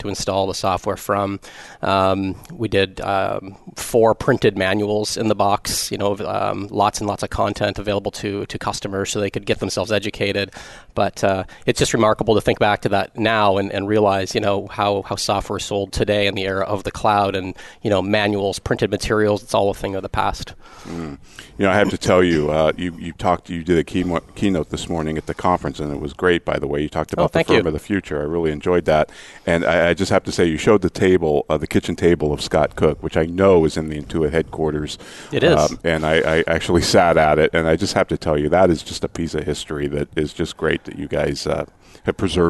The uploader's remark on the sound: Live Broadcast at the The IPBC IGNITE Conference.